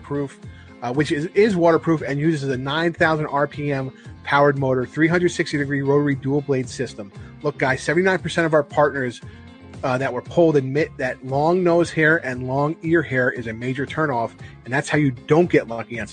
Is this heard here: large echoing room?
no